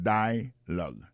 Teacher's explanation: l'accent tonique là tombé sous le premier syllabe là